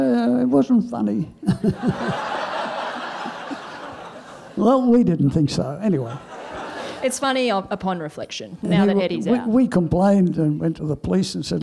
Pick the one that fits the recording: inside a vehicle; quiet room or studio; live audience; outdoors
live audience